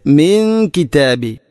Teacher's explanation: സുക്കൂനുള്ള നൂനിന് ശേഷം കാഫ് ഇഖ്ഫ ബിഗുന്ന, നൂനിനെ അവ്യക്തമാക്കി മണിക്കണം